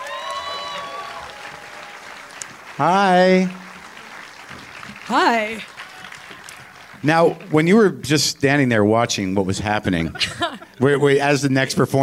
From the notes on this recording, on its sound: It's live WTF from the Vancouver Comedy Festival.